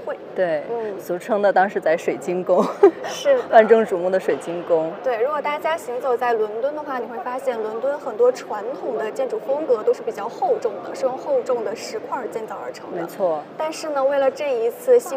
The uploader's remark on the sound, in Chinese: 来自伦敦V&A博物馆现场发回的“声音记录”。节目有环境噪音，已尽量处理。